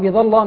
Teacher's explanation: خطأ شائع يعني تغليظ اللام في قول الله تعالى بظلام